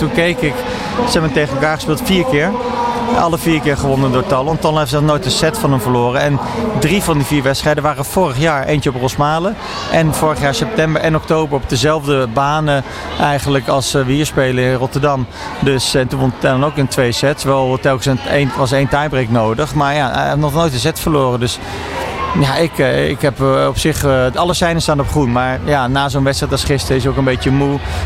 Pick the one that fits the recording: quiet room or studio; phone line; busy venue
busy venue